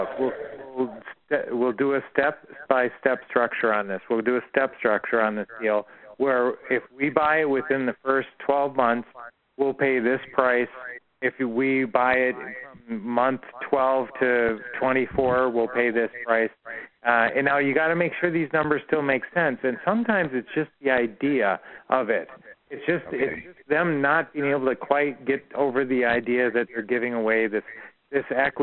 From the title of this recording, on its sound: Q&A Call 2016-05-09